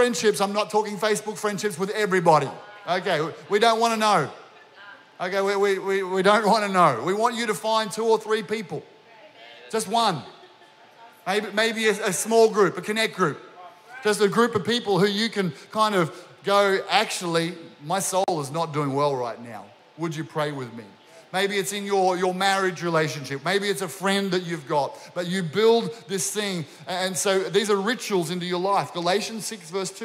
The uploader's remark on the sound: This was recorded during our 9am service